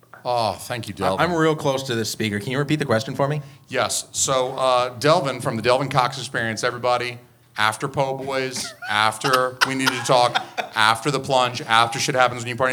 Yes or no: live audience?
yes